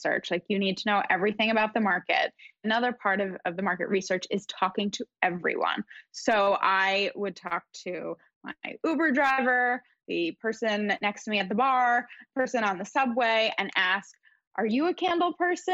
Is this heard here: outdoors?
no